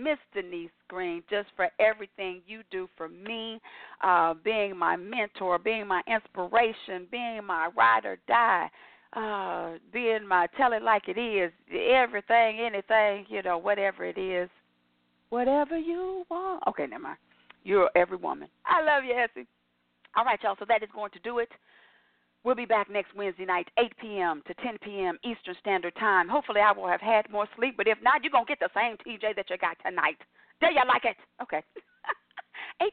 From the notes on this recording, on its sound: Your phone calls, comments, questions.